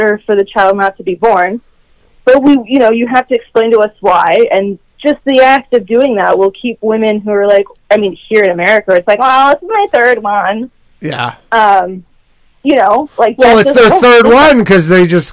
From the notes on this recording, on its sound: call in show